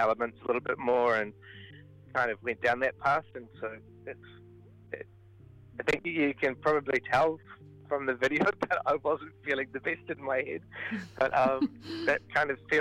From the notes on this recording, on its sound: phoned in to chat